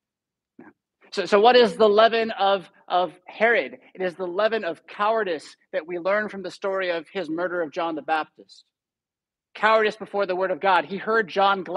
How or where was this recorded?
large echoing room